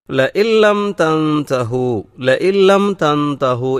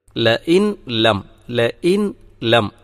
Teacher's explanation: ലഇൻ ലം എന്നതല്ല പറയണം. ലഇൻ എന്നതിലെ സുക്കൂനുള്ള നൂന് ലഇല്ലം അത് അടുത്ത ലാമിൽ അലിഞ്ഞു ചേരുന്നു, എന്നാൽ മണിക്കാനും പാടില്ല. · Shown in: first take